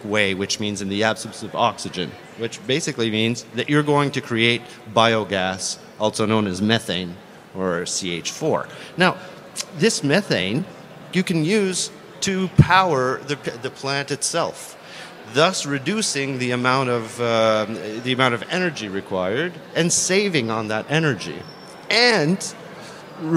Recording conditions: busy venue